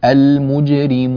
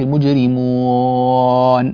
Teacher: الواو ضم الشفتين فيها ضم كامل · Shown in: first take